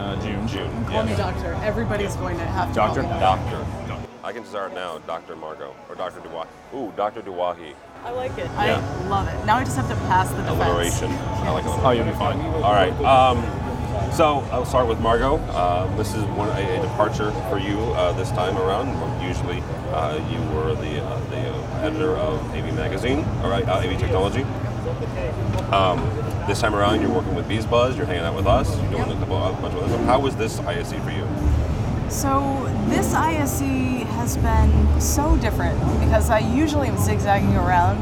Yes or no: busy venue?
yes